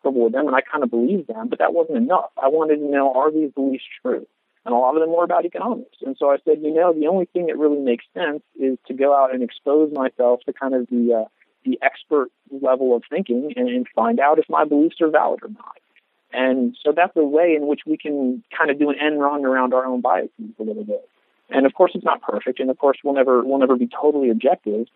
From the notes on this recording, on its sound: We apologize in advance for the audio quality from this interview. We had some Internet connection difficulties, which resulted in conducting the interview via telephone.